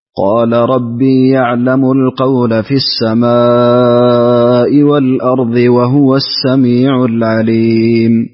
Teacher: ويفتح القاف ويثبت الألف ويفتح اللام. قال بدل قل قال.